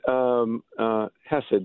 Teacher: It's Hesed. The stress is on the first syllable.